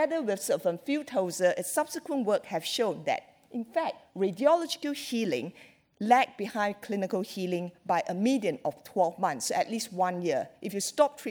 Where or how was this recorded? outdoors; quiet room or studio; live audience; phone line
live audience